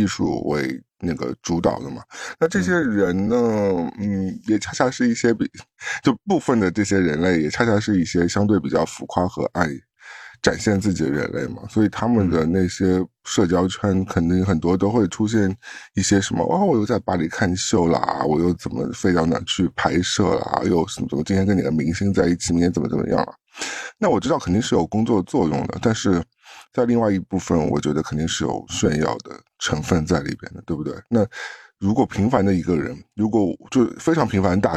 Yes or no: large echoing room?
no